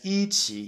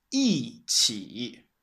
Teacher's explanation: So you don't read it as 一起, you say it as 一起. So what is originally 1-3, it becomes 4-3. · Shown in: second take